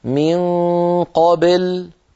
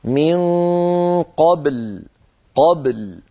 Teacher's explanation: الخطأ الأول أن تميل الباء إلى الكسر فيقول أحدنا من قابل، قابل هذه بل لا تصح، لابد أن تنطق الباء ساكنة مقلقلة · Shown in: second take · هكذا من قبل، قبل.